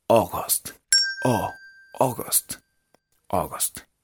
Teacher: la A y la U suena como una O abierta